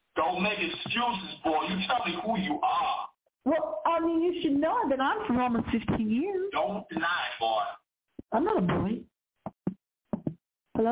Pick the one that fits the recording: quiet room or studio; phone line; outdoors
phone line